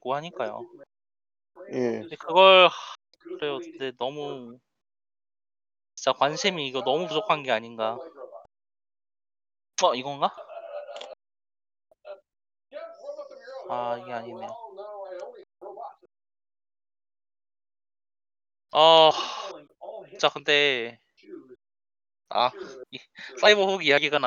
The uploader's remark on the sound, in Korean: 음질이 안좋습니다. 디스코드문제로 녹음시 음성이 이상하게 녹음된 문제가 있습니다.